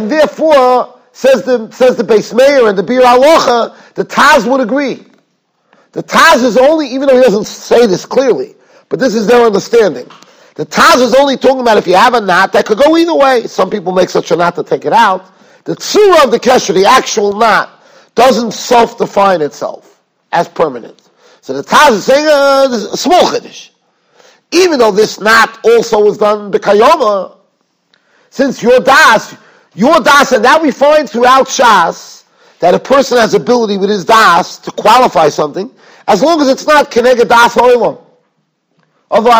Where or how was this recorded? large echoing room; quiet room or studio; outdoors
large echoing room